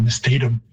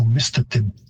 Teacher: And you've got a stress shift because English tends to like, many words are stressed on the second last syllable, so you get mistatum. And the Cree stress or pitch system would have a higher pitch on the first syllable · Shown in: second take · so mistatim.